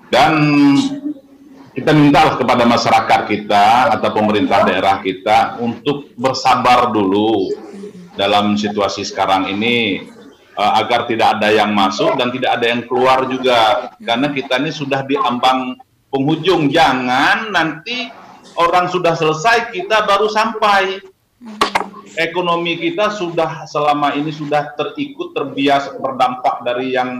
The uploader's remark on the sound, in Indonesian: Video Conference. Via aplikasi Zoom.